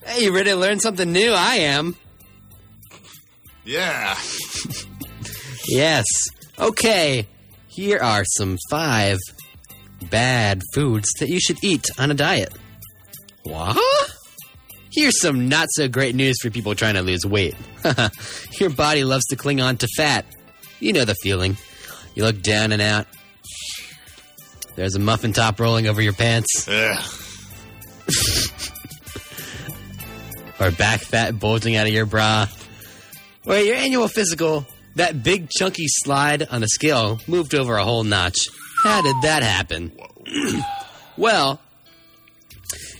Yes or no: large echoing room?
no